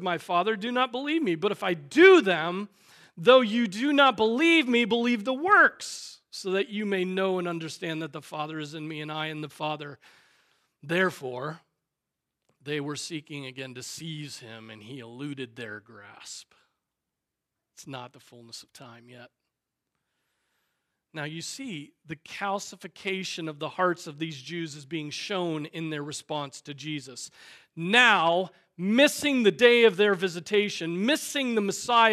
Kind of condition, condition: setting, large echoing room